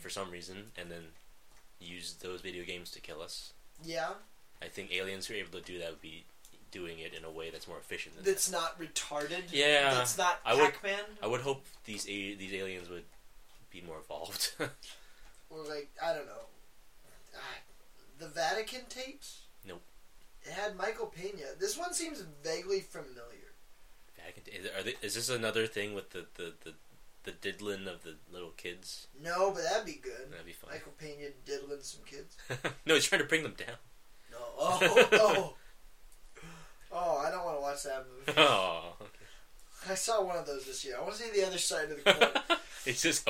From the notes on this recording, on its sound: The audio was shit